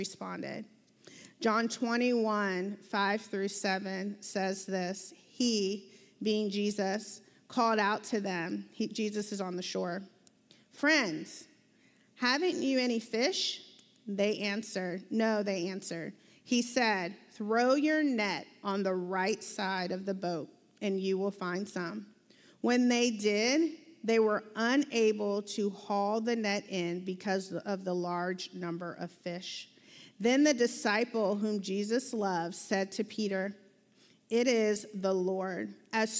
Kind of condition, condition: setting, large echoing room